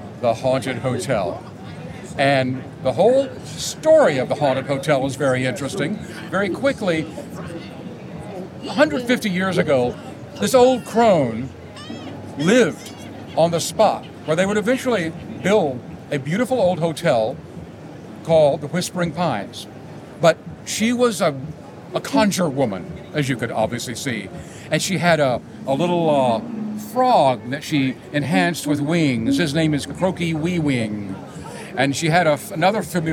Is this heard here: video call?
no